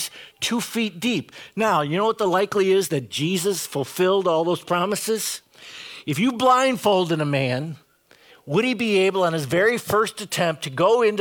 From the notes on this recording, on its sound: Preached this sermon at Bethany's Saturday worship on April 9, 2022. Bethany, Appleton, WI.